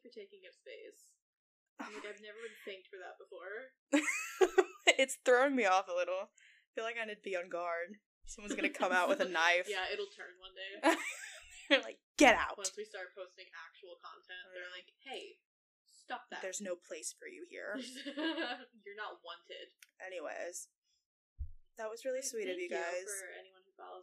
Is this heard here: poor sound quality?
yes